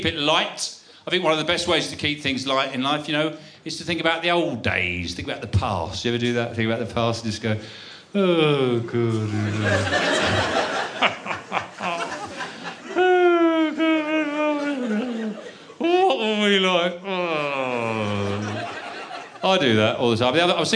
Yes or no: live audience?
yes